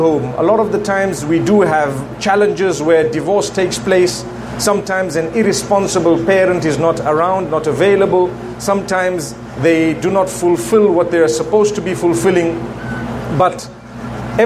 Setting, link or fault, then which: setting, busy venue